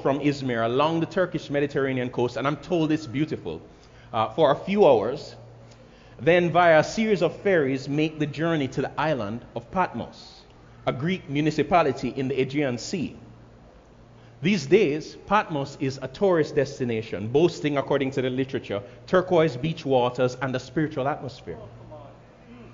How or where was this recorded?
large echoing room